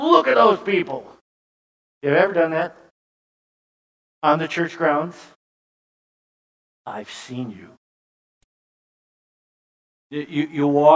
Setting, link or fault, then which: setting, large echoing room